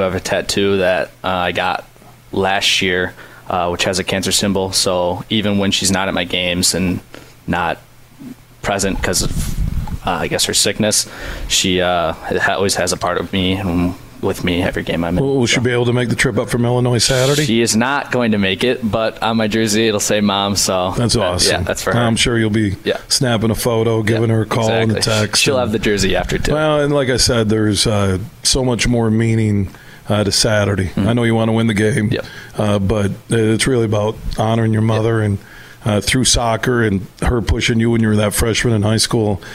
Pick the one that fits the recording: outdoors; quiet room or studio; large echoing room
outdoors